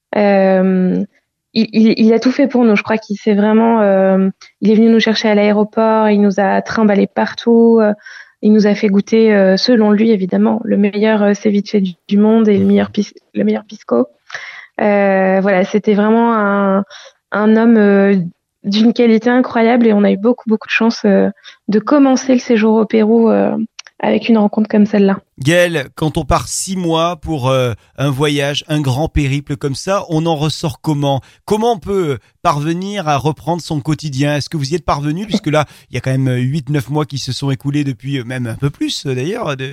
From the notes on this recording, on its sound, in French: par téléphone